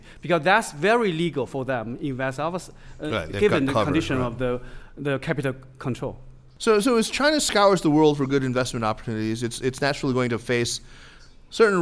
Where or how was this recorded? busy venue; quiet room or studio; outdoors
busy venue